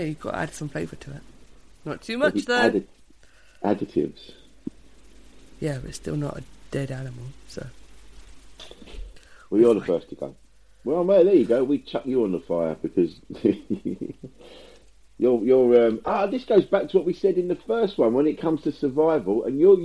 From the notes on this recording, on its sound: sorry if the sound is not the best